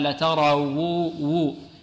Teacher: الواو هنا لابد من المحافظة على ضمها